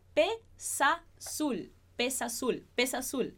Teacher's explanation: o Z vai ter som de S sempre, tá? Inclusive quando a gente faz essa conexãozinha.